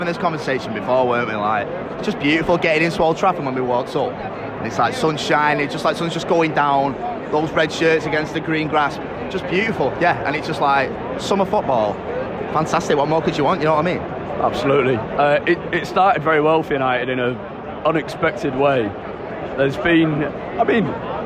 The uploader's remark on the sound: Talks live from Old Trafford. Review United’s performance at half-time and full-time.